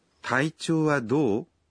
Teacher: Por tratarse de una pregunta, hay que pronunciarlo en tono ascendente.